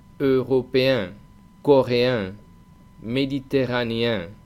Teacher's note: el sonido en que sigue a la E acentuada, que es como una E española también